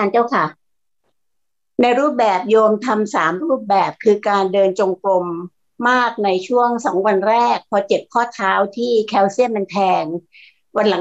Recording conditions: video call